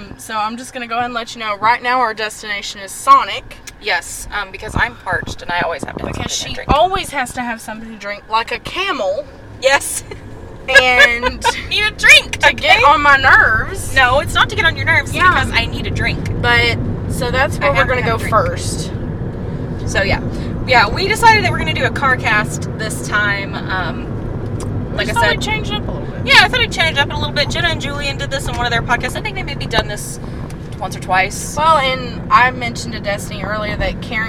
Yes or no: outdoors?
yes